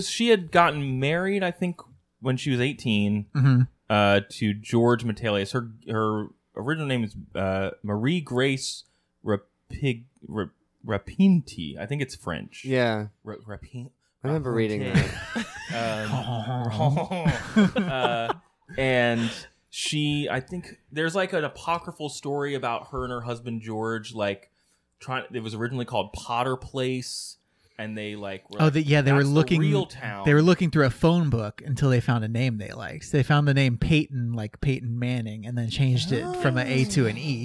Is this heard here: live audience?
no